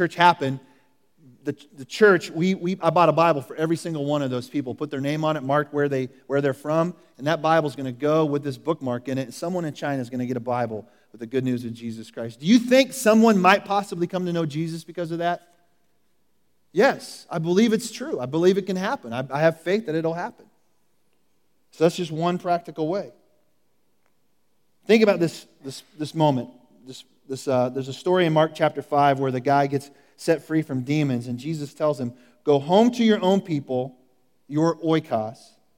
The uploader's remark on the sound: Recorded at The Calling Community Church located in Platte City, Missouri. Services are held in the Platte County High School auditorium at 10:30 a.m.